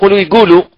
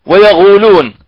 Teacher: بعض العاميات تنطقه قاف، وبعضها غين